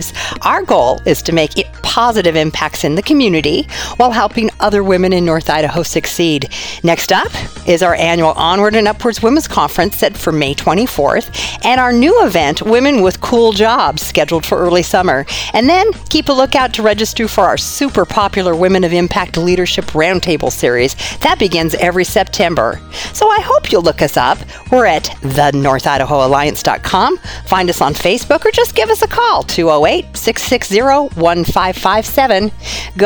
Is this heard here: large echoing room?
no